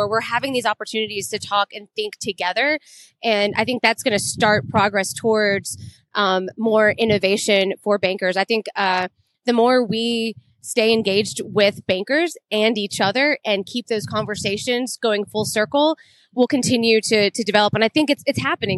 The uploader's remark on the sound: Live from AFT Conference